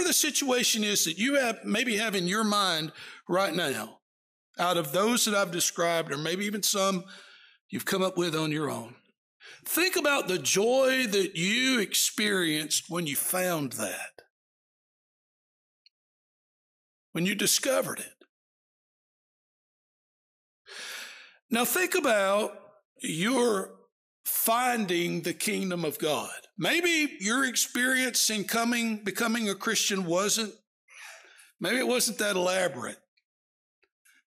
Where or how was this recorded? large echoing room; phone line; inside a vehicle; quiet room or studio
large echoing room